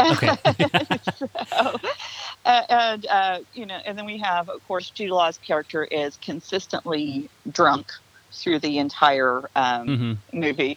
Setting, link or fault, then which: link, phone line